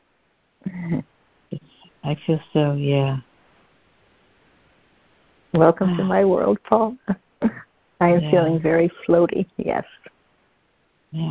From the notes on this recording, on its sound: ACOL MAR 29, 2023 CONF CALL.